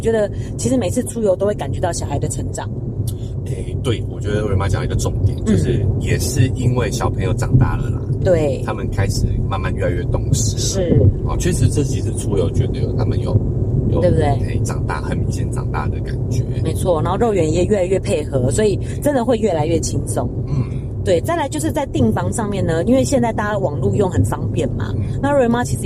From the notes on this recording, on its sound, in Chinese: 音質預警。本集在車上錄音、底躁較為明顯。